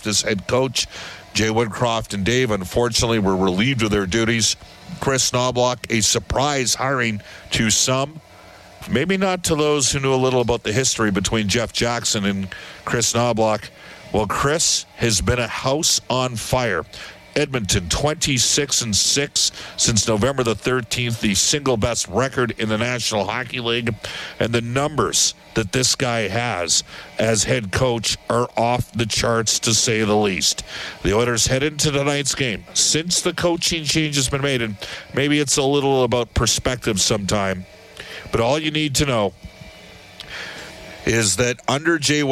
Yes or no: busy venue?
yes